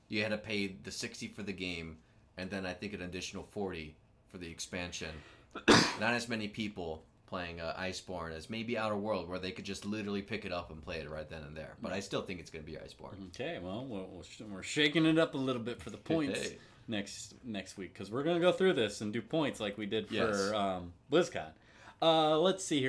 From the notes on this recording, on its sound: Apologies this week we had some new peaking issues with our mic. That means the audio overall is a little quiet than normal.